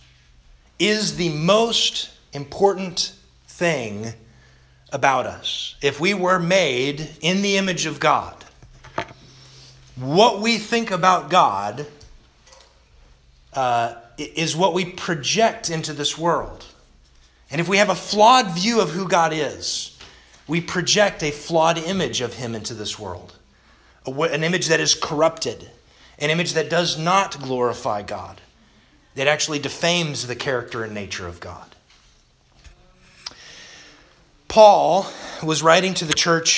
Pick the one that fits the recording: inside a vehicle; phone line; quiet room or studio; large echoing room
large echoing room